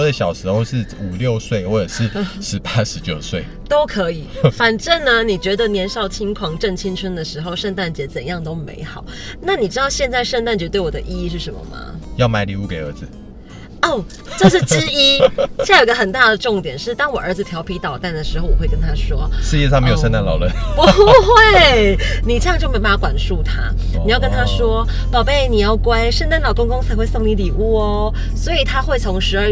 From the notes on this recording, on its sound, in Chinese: 先為爛音質說抱歉！這集在車子裡錄的。